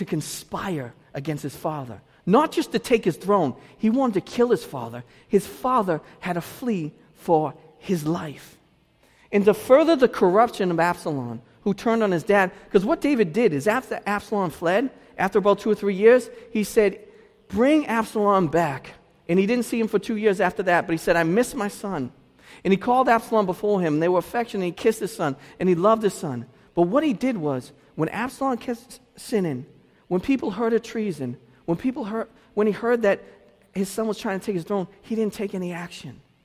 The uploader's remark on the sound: delivered this message at Restoration Road Church in Wakefield, Massachusetts